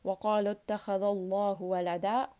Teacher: qaf is heavy, kha is heavy, Allah in this case is heavy